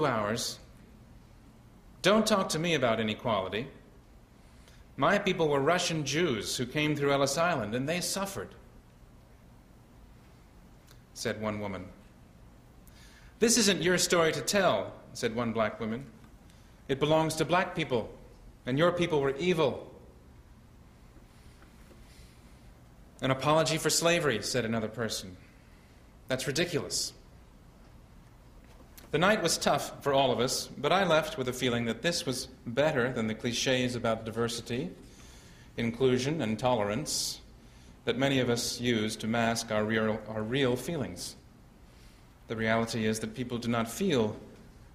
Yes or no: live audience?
yes